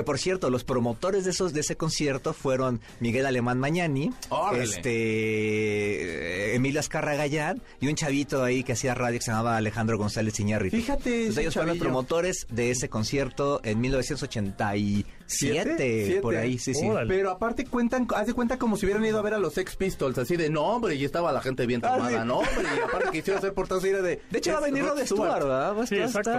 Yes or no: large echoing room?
no